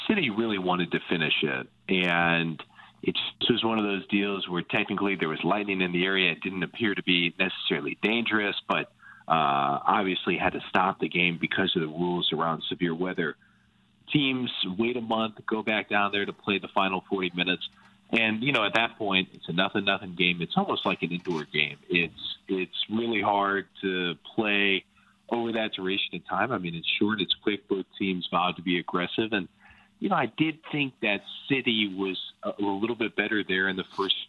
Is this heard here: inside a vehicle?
no